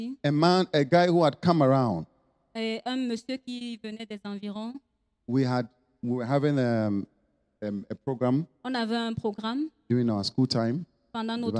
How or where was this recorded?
large echoing room